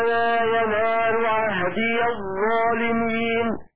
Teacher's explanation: فتح الياء وصلا وإسكانها وقفا